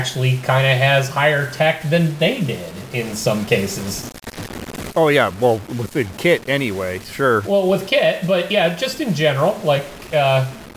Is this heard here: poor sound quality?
yes